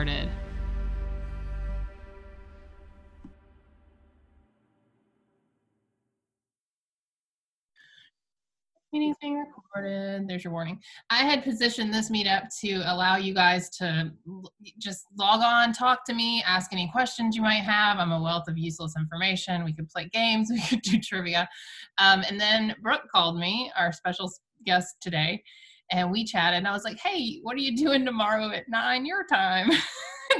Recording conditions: video call